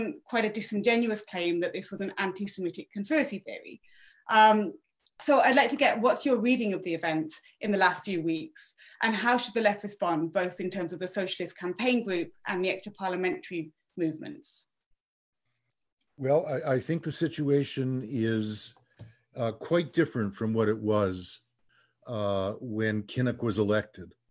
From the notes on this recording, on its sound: Recording of TWT & Verso's webinar